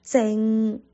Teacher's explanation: 大家听到了是有鼻音的，我们是有一个前鼻音